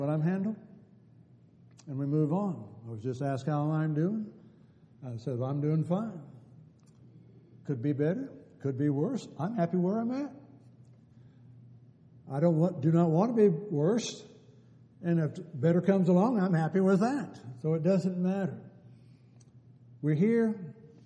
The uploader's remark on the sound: Downtown Church Of Christ Audio Sermon